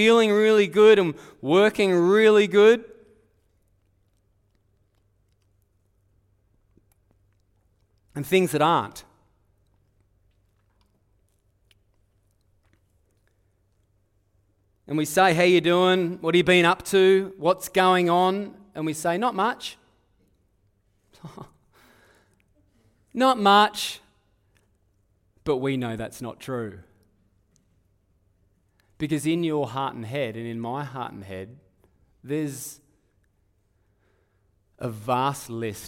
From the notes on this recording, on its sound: Live at Echo Church Melbourne.